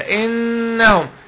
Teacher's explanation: النون المشددة والميم المشددة حكمها غنة